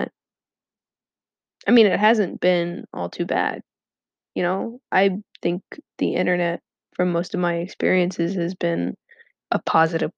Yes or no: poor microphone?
yes